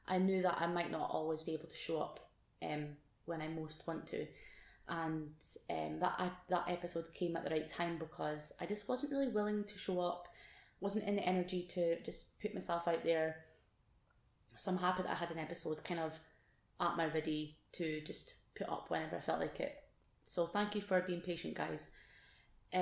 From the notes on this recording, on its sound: Todays episode isn't the best sound quality as I forgot how to connect my mic.